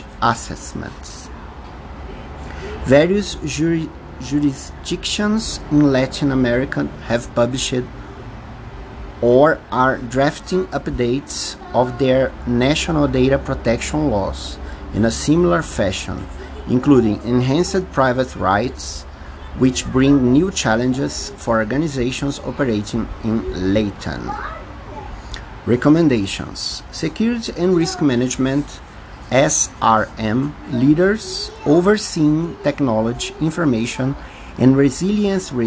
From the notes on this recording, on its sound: Please apologize me for noises, mistakes and mispronouciation. Brazilian Portuguese accent.